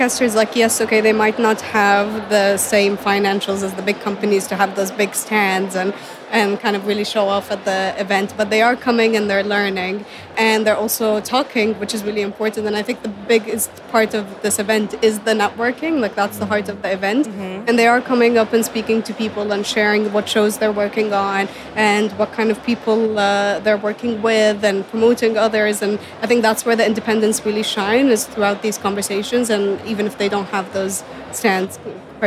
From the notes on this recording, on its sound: Last week saw thousands of podcast industry figures descending on Islington’s Busines Design Centre for The Podcast Show 2023. Hitting the show floor to talk to key attendees.